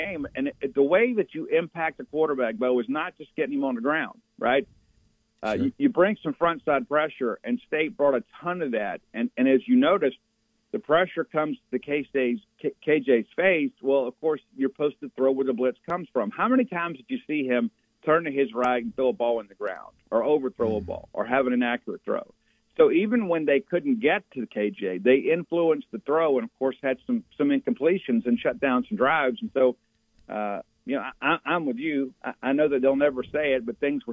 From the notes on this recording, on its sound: Joins the show on the Farm Bureau guest line talking about MSU heading into the Auburn game live in the BankPlus Studio.